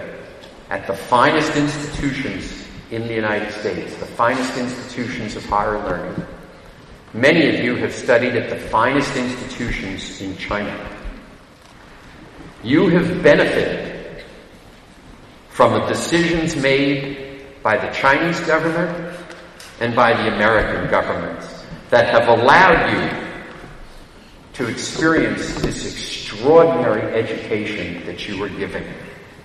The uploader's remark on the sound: At an event of the China Entrepreneurs Forum before an audience of 1,200 at Harvard University.